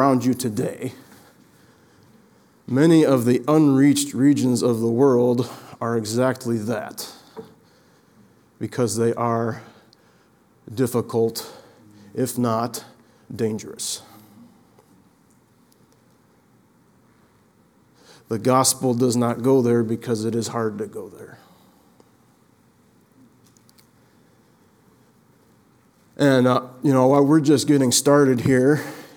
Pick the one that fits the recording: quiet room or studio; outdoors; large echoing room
large echoing room